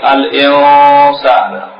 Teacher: اس کو بولتے ہیں اخفا، یعنی دا نون از ہڈن، چھپا دیا گیا ہے